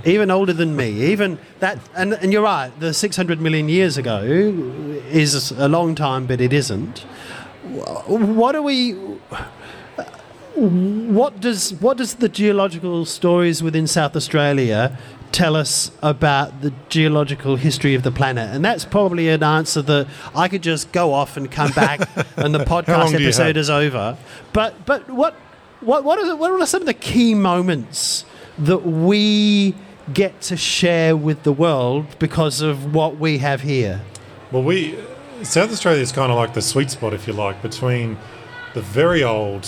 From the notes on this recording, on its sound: This episode was recorded LIVE during South Australia’s Science Alive event, the STEM Day Out, as part of National Science Week.